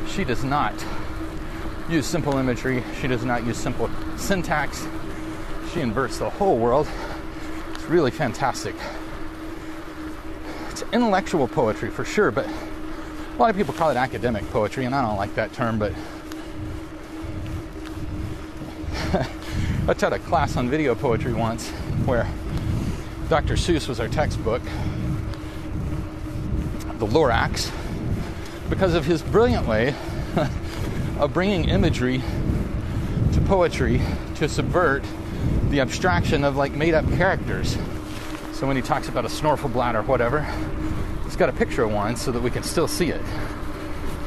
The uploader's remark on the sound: riding a bicycle in the rain